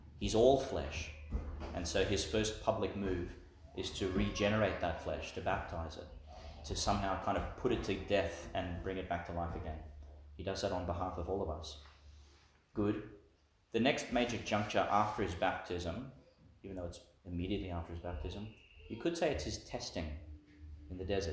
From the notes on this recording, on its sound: Homily for Ascension Sunday, delivered in St Mary's Catholic Church, Ubobo.